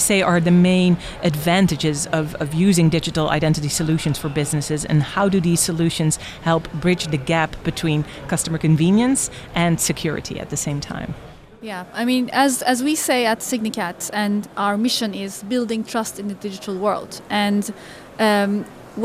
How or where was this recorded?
busy venue